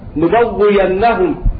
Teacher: في النحو والعنكبوت بإبدال الهمزة ياء خالصة